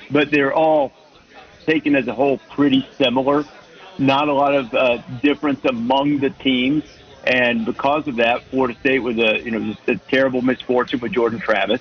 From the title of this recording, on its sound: Live From Radio Row at Army/Navy